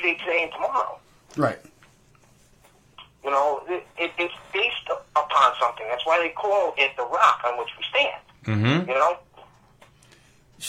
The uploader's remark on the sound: phone call